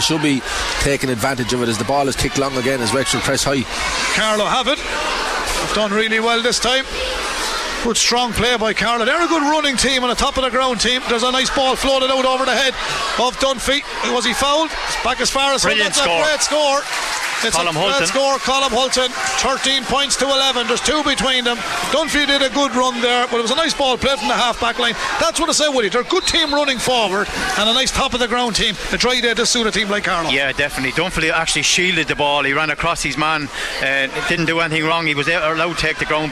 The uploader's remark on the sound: Chadwick’s Wexford Park beckoned. We were live in the stands for full commentary and analysis.